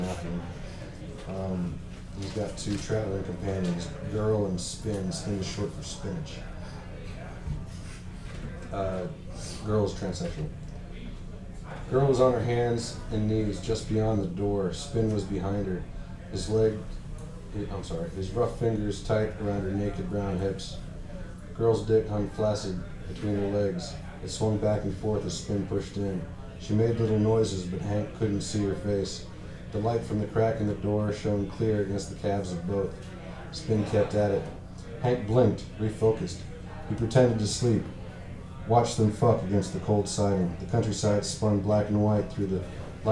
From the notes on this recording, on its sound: recorded at Brooklyn's Pacific Standard on 3/23/2016